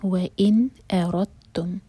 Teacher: دال اور تا کا مخرج ایک جگہ سے نکلتا ہے، تو اس لیے یہ ادغام متجانس ہے یعنی کہ سیم جنس. · وَإِنْ أَرَدْتُمْ، واو کے لیے ہوٹ کول، وَإِنْ نون پر سکون تو نون پر ہم اظہار کریں گے، اَ لائٹ، رَا ہیوی، رو کے بعد جو دال ہے اس کو پروناؤنس نہیں کریں گے کیونکہ نیکسٹ لیٹر جو ہے اس پر ہے شدہ. سو شدہ ٹیکس اوور، تو ہم رو کو سیدھا تا سے جوڑیں گے.